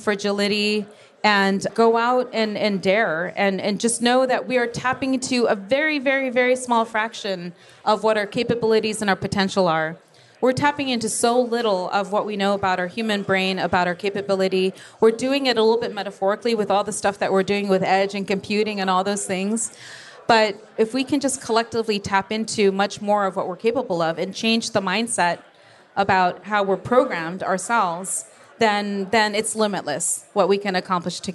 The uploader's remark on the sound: This episode of Over the Edge was recorded live at Edge Computing World.